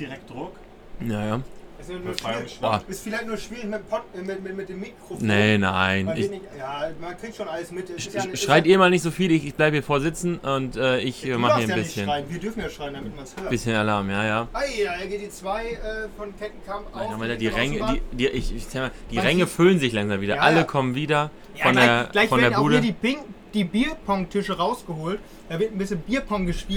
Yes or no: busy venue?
yes